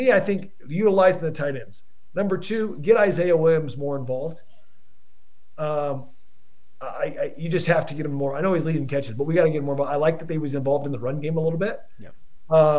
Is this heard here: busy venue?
no